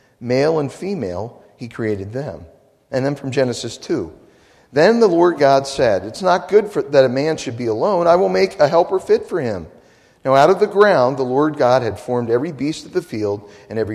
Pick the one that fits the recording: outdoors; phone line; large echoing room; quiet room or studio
large echoing room